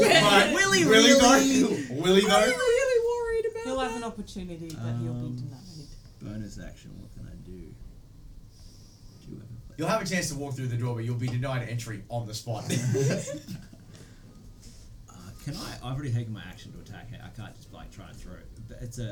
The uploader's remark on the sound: Please be wary of the audio shifts intermittently throughout the episode, we had audio interference and salvaged what we could!